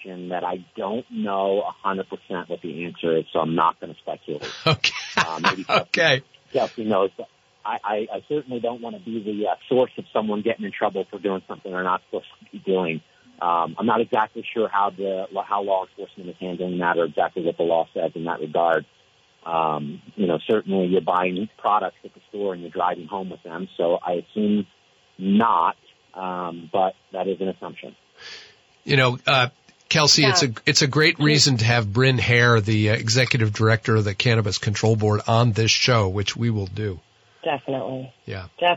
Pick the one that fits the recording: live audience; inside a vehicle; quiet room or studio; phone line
phone line